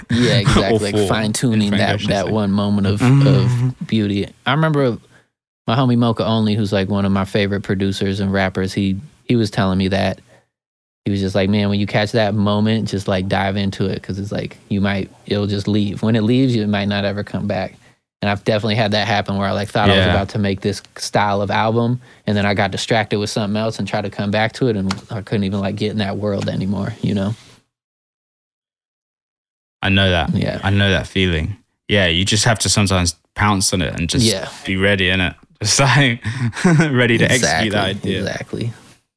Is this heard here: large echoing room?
no